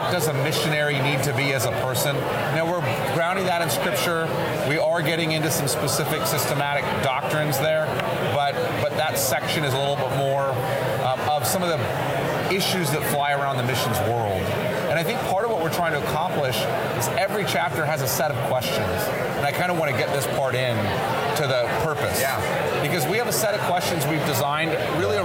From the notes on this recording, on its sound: Recorded live at the Radius Missiology Conference in Minneapolis.